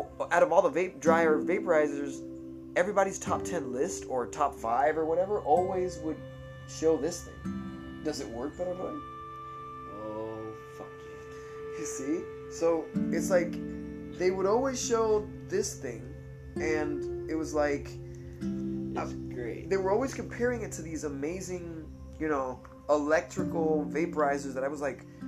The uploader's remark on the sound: it is his phone that I'm using to record it